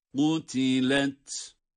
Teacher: Kaf kalın, sonda ta kendi sesiyle, sükun sesiyle okunuyor, duyuruluyor tabii ki ta sesi.